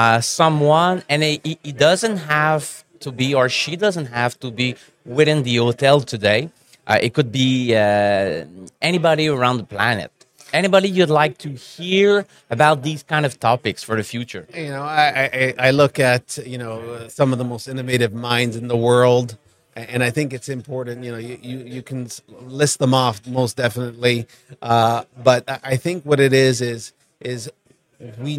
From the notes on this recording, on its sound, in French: En direct du Hardtech à Toronto